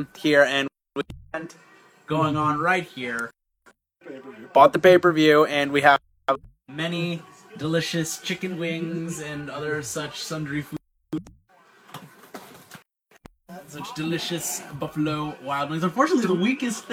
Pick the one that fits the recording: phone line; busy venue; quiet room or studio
busy venue